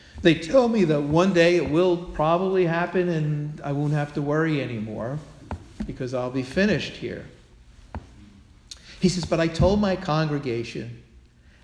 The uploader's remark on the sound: Sermon delivered at All Souls Parish Presbyterian Church on Sunday, October 16, 2016